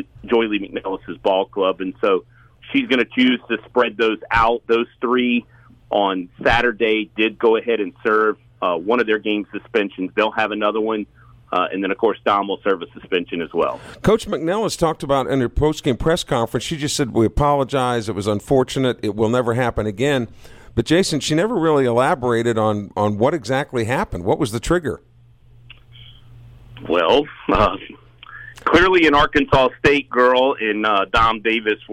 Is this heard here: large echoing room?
no